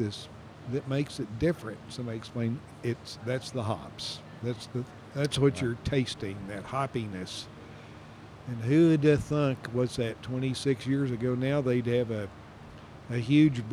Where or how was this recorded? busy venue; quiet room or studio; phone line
busy venue